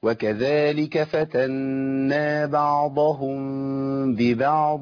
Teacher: العين حرف ضعيف مرقق، والضاد حرف مطبق مستعلي قوي جدا